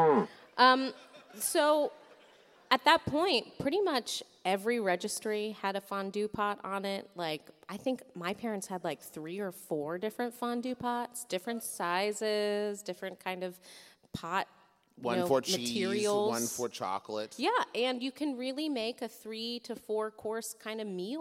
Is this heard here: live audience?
yes